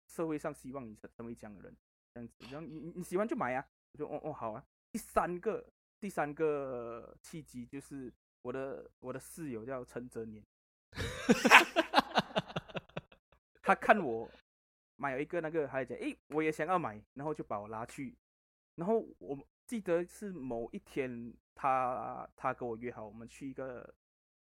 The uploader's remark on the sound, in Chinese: 這集音質處理很爛，會影響收聽品質，在此說聲抱歉！